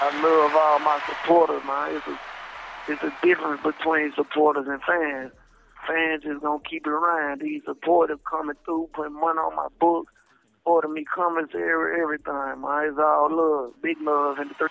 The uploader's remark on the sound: Today I got a phone call